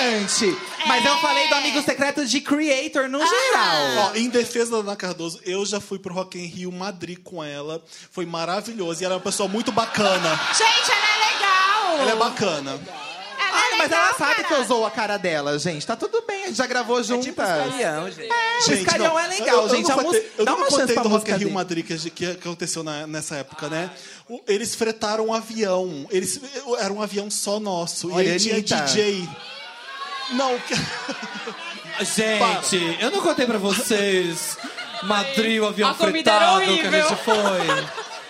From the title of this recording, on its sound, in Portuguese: Especial de Natal ao Vivo